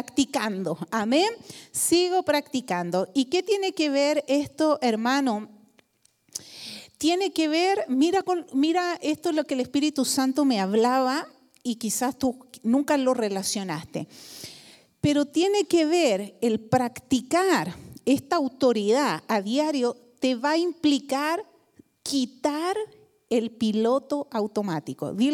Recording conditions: large echoing room